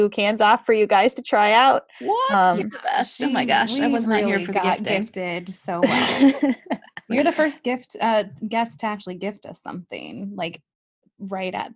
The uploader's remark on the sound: Interview was conducted via zoom and the internet connection slowed at times